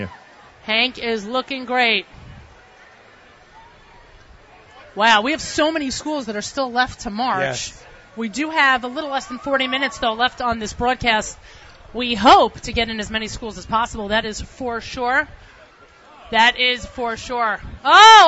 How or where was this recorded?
outdoors